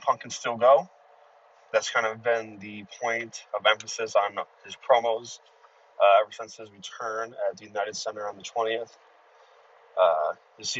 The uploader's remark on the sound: live from the PWP Express (his car